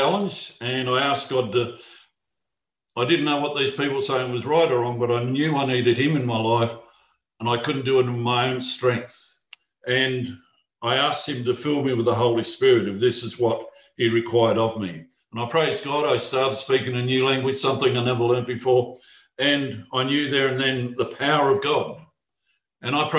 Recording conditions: video call